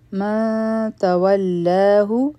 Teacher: د نون ساکن نه پس تا راغله دلته کې به اخفا کو دوه سکنډ ټایم به ورکو او د تا د پاره به خپله ژبه تیاره کو ما